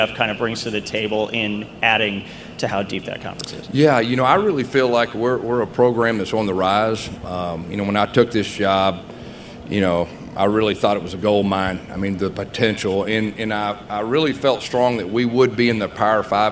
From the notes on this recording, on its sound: press conference at Big 12 Football Media Days